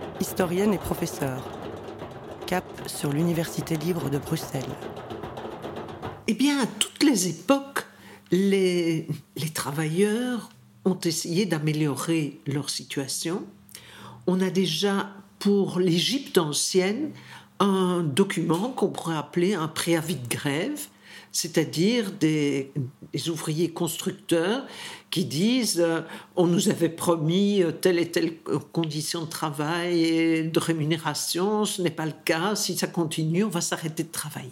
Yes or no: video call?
no